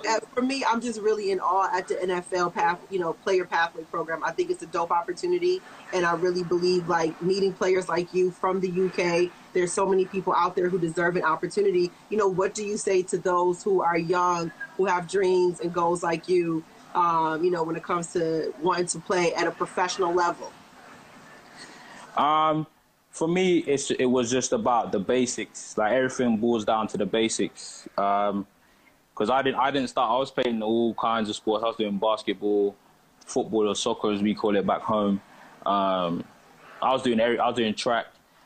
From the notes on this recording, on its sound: Instagram Live